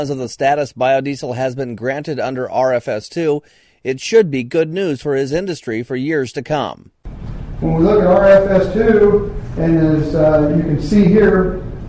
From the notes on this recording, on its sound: We hear some of what was being said about the new RFS2 rule at the recent national biodiesel and ethanol conferences.